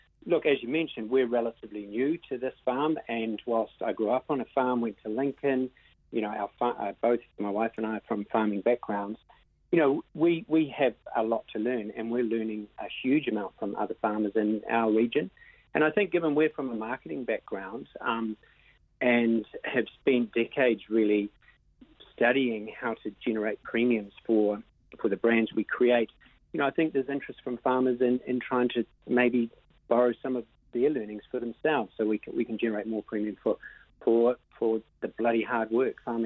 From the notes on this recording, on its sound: called